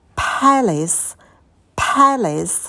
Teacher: На «п» добавляем придыхание, и потом у нас идет звук лягушка.